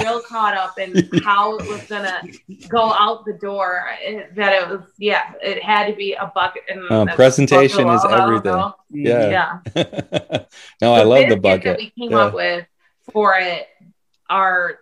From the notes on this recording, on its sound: Recorded Live on Zoom on 2/15/2021